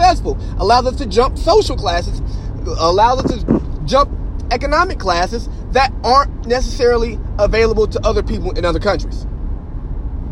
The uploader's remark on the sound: I record this episode from my truck on my way SoCal to support Spark the Pop Up!